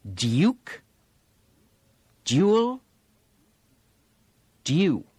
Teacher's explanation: Okay, let's look at one more occasional vowel pronunciation, which isn't totally foreign to American speech, but the English are far more likely to use it than Americans. It's the use of the y, y glide before the vowel oo in many situations where the oo is not spelled with the double O letters.